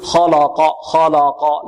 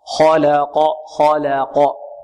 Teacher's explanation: الخاء هنا مفخمة واللام مرققة والقاف مفخمة · Shown in: second take